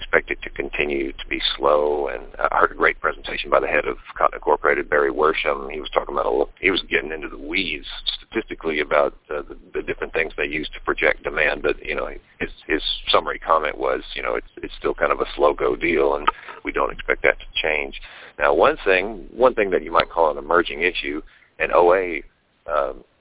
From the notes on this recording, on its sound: Monthly Conference call